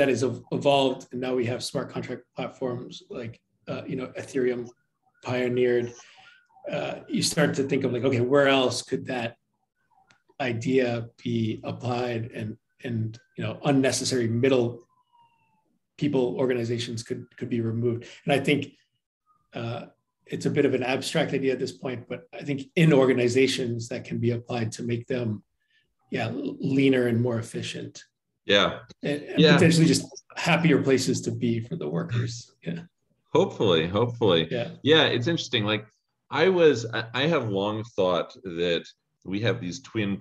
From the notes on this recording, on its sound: has joined a zoom meeting